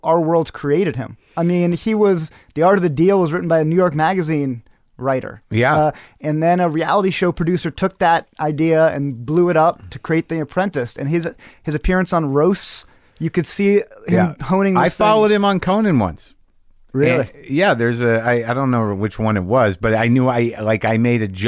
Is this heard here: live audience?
no